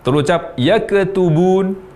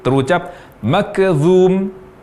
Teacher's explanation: saat huruf kaf ini bersukun, terucap atau terdengar berbunyi qalqalah atau suara pantulan. Misalnya waktu mengucapkan kata yaktubun, terucap yaktubun.